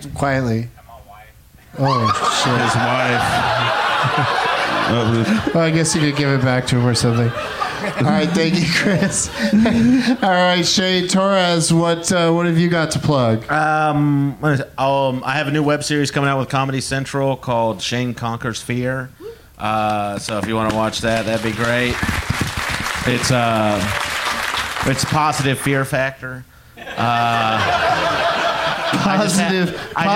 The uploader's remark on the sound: Live from the Cap City Comedy Club in Austin